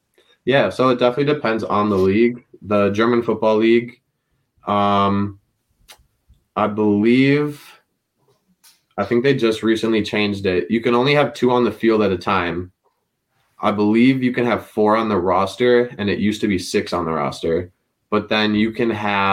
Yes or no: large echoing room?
no